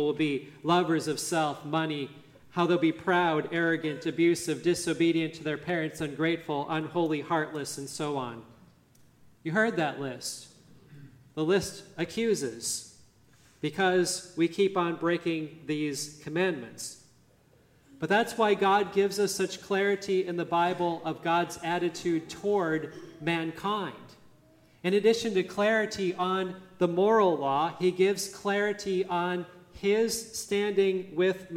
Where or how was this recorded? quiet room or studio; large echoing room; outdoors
large echoing room